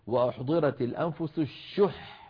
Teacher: وأحضرت الأنفس الشح، فلما نقول الشح ننطق حاء واحدة، وفي الوسط نقول الشح شح، فننطق في الوسط حاءين، حاء ساكنة بعدها حاء مفتوحة. لما وقفنا قلنا الشح بحاء واحدة ساكنة